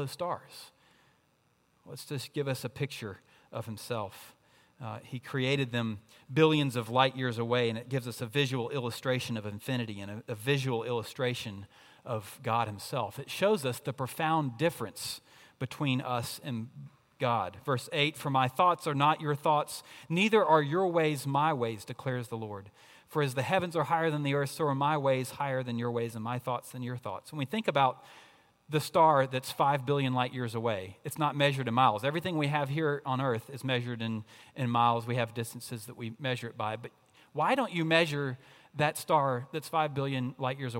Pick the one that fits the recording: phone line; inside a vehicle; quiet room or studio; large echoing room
large echoing room